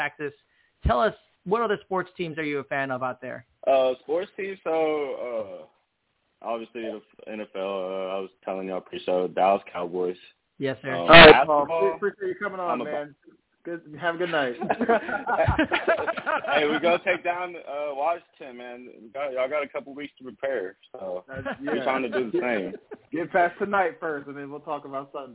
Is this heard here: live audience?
no